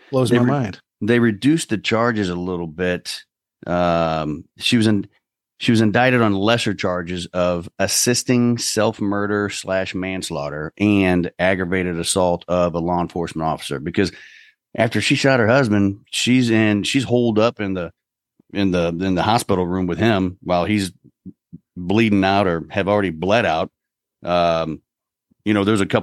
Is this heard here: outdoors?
no